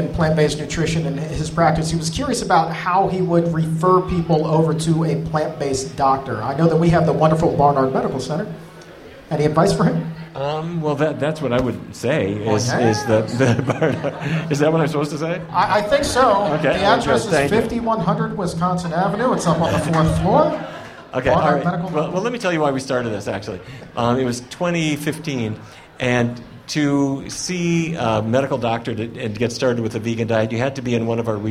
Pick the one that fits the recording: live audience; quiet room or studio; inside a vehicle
live audience